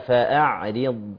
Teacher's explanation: أنا عندي كله مرقق إلا الضاد · Term: ترقيق الراء